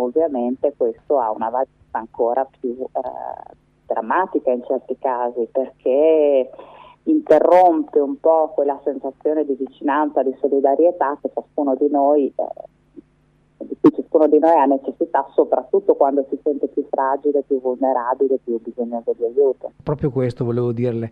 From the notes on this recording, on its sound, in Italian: TELEFONO O SKYPE.